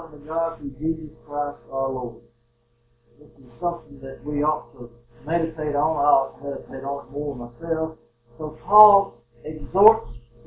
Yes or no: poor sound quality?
yes